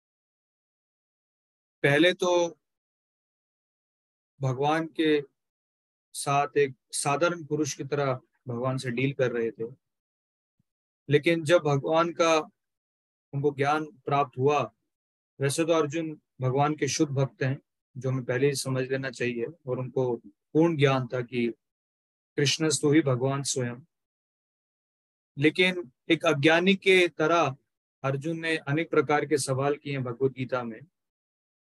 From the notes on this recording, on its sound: Zoom recorded session